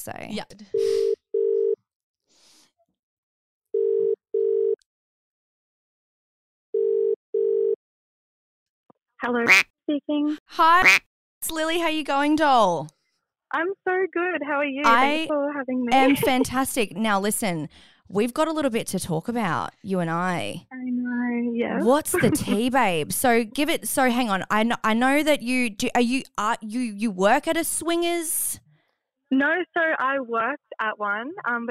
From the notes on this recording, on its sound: The listeners jump on a call.